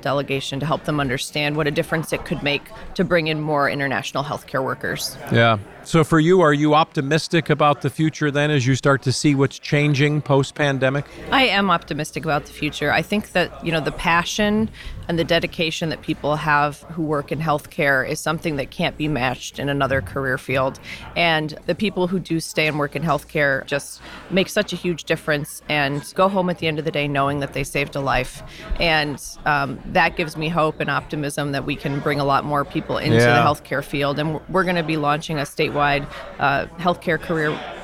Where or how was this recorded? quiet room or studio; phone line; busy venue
busy venue